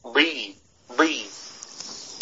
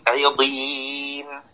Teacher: والضاد عالي مستطيل مطبق الجهر، كل هذه الصفات بحرف واحد